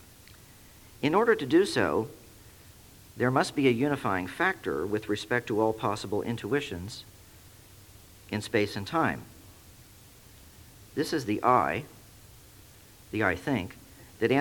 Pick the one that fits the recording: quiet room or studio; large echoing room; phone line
large echoing room